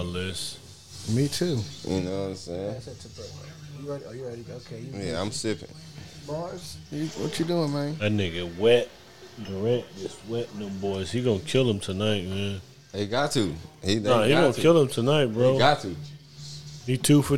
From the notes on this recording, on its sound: Live from The Playas Club